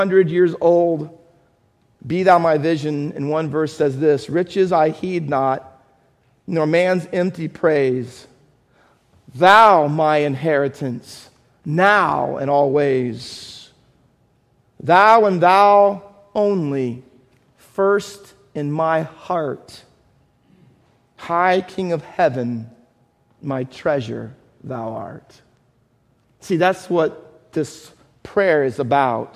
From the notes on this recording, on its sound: Faith Baptist Church in Hamilton, NJ.